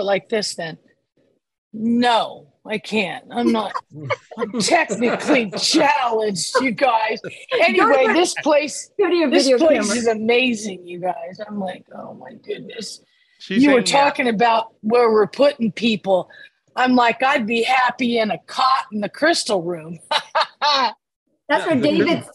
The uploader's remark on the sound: This was recorded LIVE on Zoom